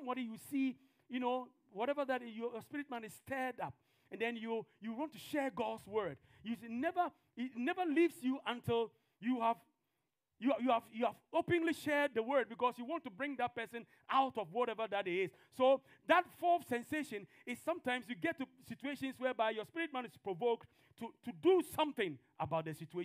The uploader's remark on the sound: TFCC Sunday Service. This podcast is a live recording of a Sunday Service.